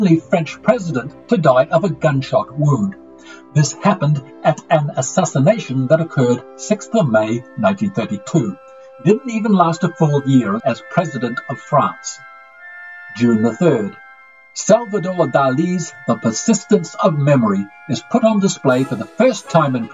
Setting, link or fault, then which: fault, poor sound quality